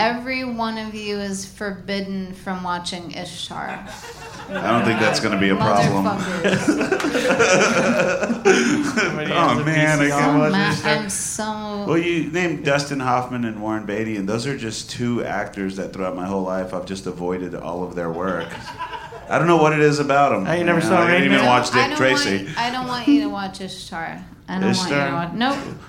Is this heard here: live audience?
yes